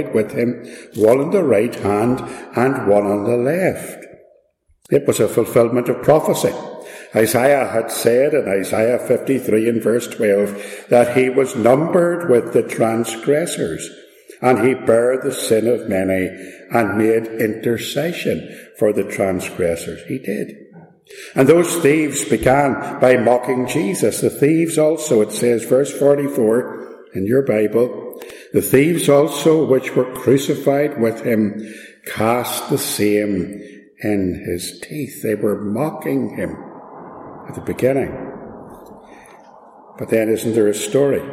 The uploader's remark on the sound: This message was part of a Good Friday Service at Ballymacashon, - please excuse the echo.